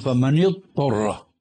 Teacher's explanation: فكأنهم أدغموا الضاد بالطاء بينما الضاد حرف رخو والطاء حرف استعلاء، فأدغموا الضاد الرخوة بالطاء، هذا خطأ فاحش.